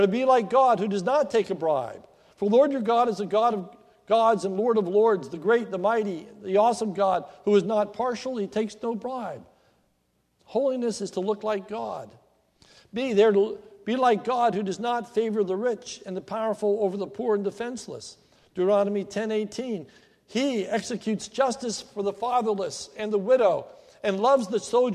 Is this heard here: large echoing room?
yes